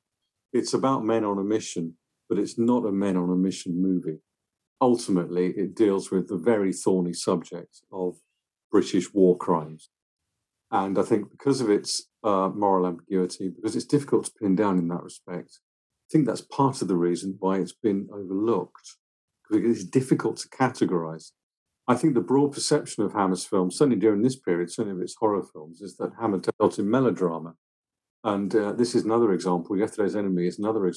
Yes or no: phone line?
no